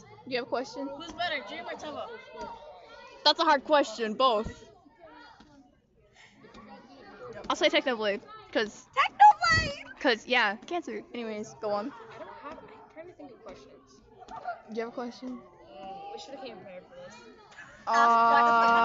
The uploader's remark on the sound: ignore out cussing and the audio lol